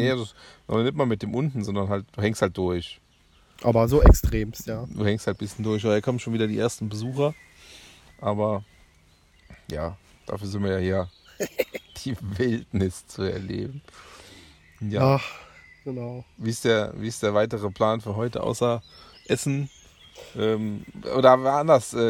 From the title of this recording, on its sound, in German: Live und entspannt aus der Hängematte